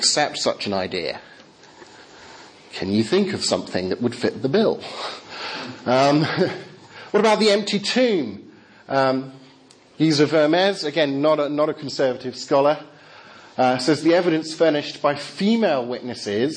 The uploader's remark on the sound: Talk with Q&A from Highfield Church Southampton's 'Reasonable Faith?' course.